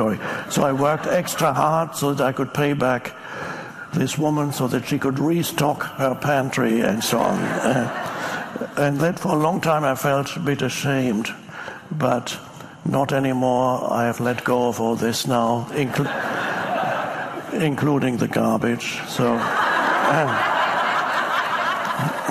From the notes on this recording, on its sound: Another audience member asks